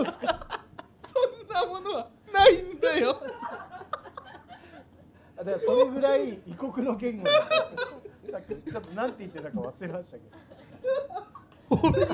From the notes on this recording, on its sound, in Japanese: 30代オルタナティブバンドマンによるトークイベント「ハリエンタルラジオ」の模様を一部お届けいたします